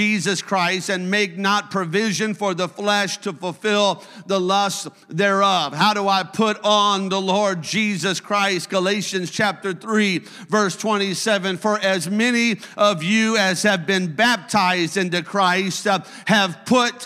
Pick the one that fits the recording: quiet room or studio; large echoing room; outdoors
large echoing room